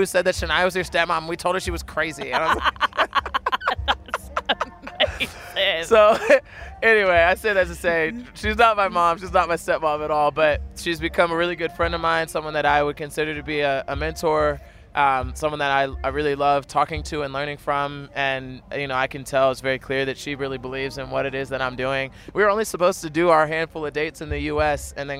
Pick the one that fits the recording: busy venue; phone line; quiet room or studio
busy venue